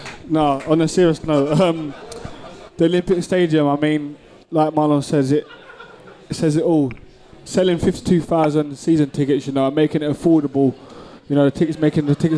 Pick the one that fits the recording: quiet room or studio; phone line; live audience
live audience